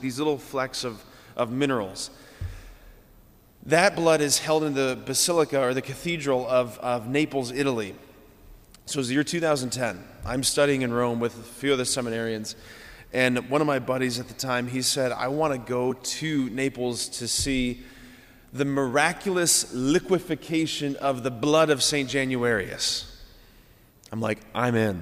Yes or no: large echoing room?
yes